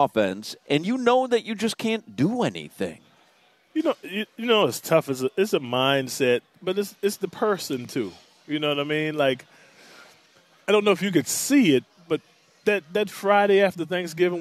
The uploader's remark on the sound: joins the show live at Twin Peaks